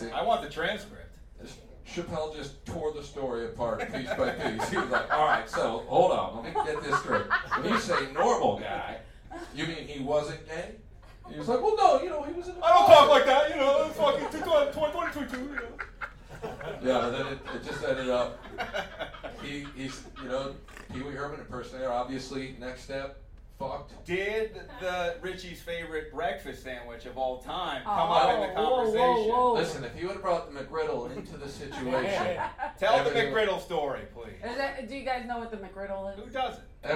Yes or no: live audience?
yes